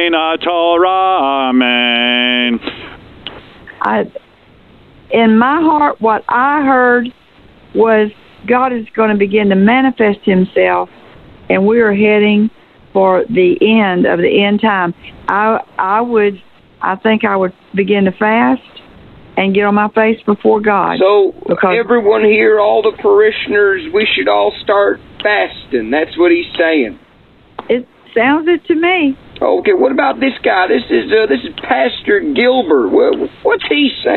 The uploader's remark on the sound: New Phony Phone Call